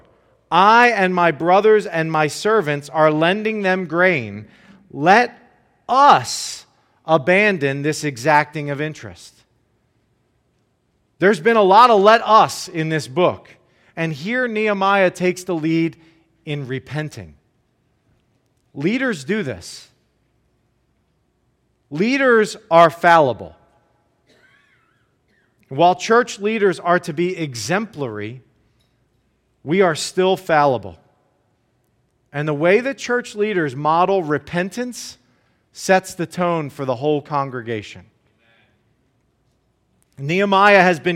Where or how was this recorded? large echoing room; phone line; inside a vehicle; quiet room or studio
large echoing room